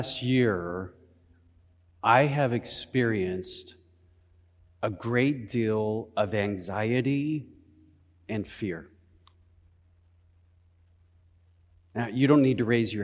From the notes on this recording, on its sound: Easter Service of Worship. Recorded live at Beatitudes Church in Phoenix, AZ.